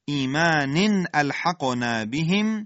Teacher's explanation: اظهار تنوین در همزه و همزه خشک و محکم